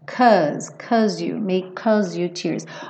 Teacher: A gente tem esse AU aqui, mas a gente não vai falar cause you tears, é um A